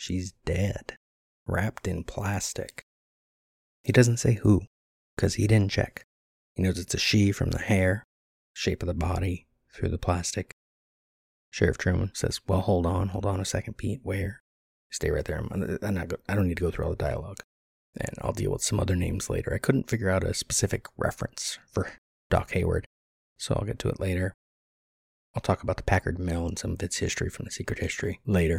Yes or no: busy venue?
no